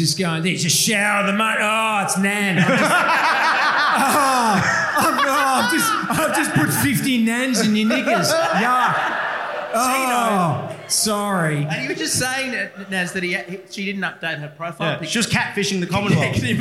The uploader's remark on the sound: LIVE at Grapes of Mirth